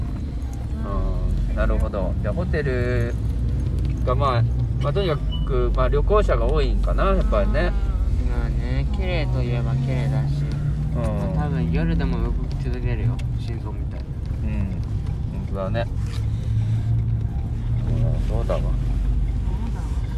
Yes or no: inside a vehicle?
yes